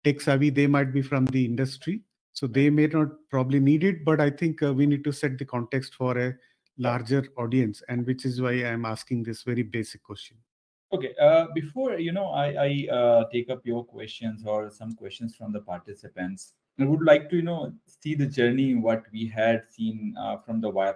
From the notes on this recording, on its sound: This episode is the recorded and edited version of the webinar.